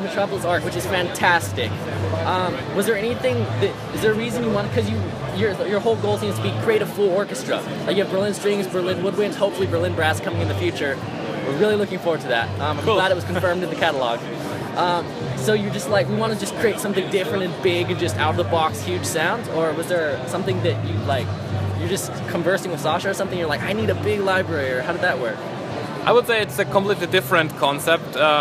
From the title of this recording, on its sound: Live from NAMM 2016